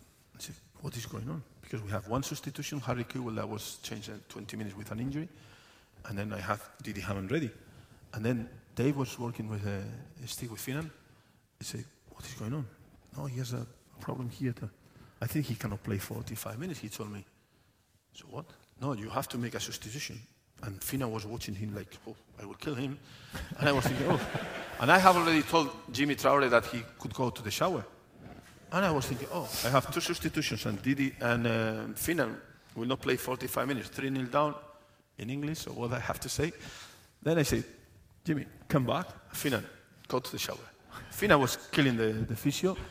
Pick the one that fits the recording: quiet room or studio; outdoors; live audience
live audience